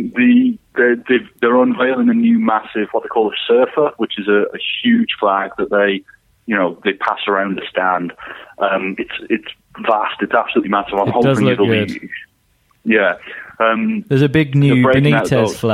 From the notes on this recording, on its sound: on the phone